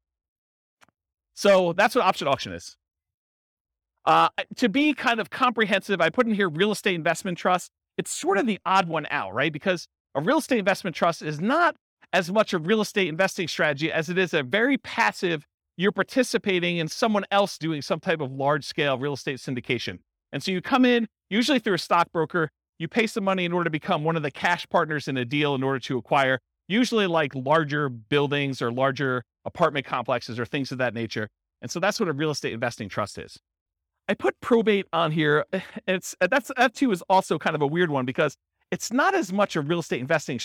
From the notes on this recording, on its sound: This was a live class recorded